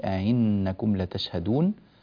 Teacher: الهمزة في أئنكم تسهل فنقول أئنكم لتشهدون من غير إدخال